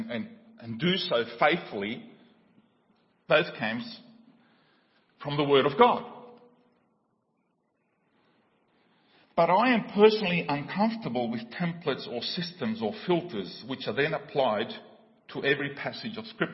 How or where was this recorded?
large echoing room